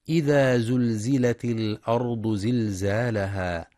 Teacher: وفي سورة الزلزلة بسم الله الرحمن الرحيم: إذا زلزلت الأرض زلزالها، ينتبه القارئ لكسر التاء في إذا زلزلت الأرض وصلا لالتقاء الساكنين، كما يراعى تفخيم الراء والضاد في الأرض وبيان صفة الصفير في الزاي مع إثبات المد الطبيعي حركتين في زلزالها.